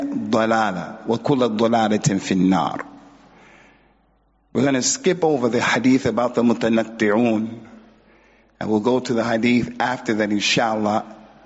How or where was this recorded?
large echoing room